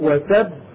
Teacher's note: فالذي يتقلقل من قولنا وتب هو الباء الثانية لا الأولى · Term: حرف القلقلة المدغم